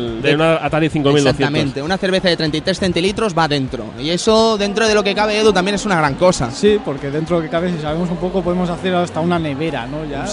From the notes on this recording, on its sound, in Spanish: Probamos el sonido del stand del Salon del Manga